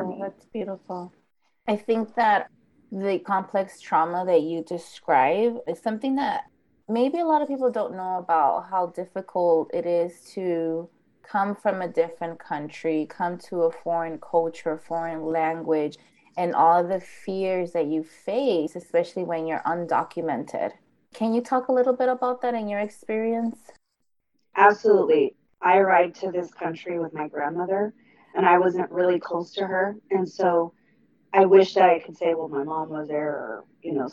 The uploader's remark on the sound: Unfortunately, the audio is poor